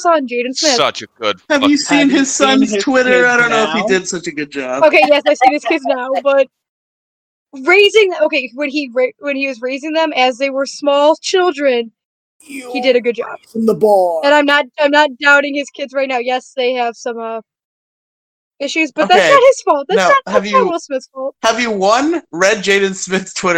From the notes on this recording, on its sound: We attempted to do something new but the episode audio has unfortunately been corrupted.